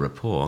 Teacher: I've largely sat at the bar, which has allowed me to develop a rapport, which I say in the same way I'd say restaurant, not pronouncing the T at the end